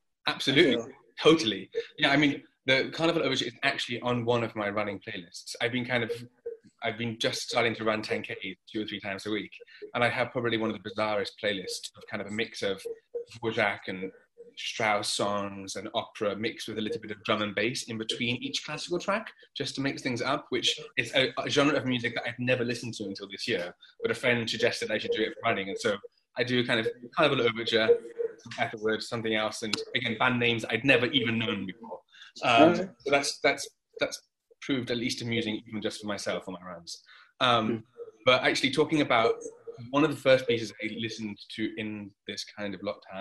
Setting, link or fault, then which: link, video call